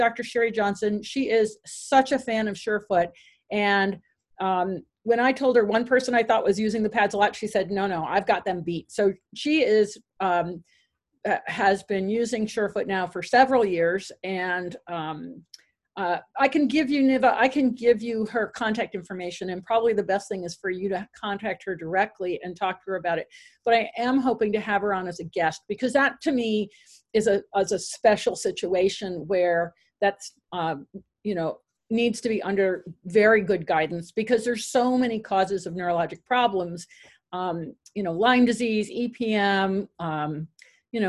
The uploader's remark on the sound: Zoom Meeting.